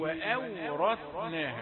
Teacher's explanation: وأورثناها الهمزة والواو رقيقتان